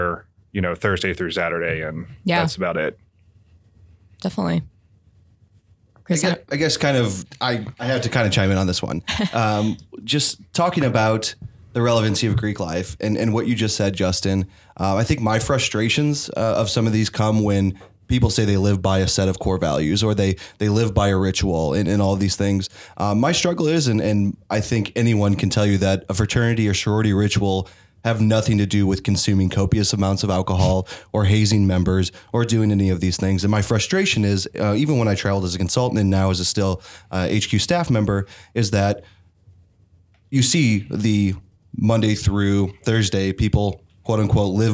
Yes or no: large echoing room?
no